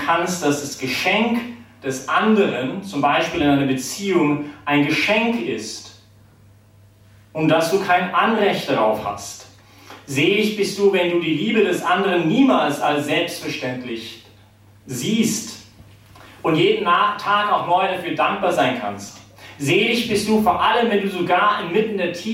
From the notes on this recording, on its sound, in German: die Predigt wärhend der BeFree Messe gehalten